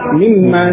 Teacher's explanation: nunnya idgham pada mim, pada huruf mim, sehingga menjadi mimma.